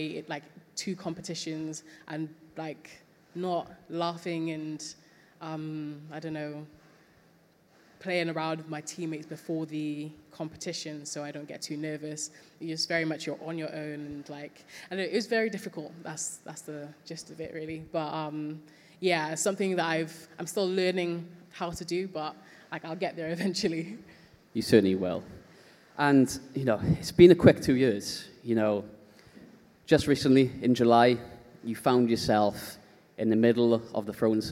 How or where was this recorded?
busy venue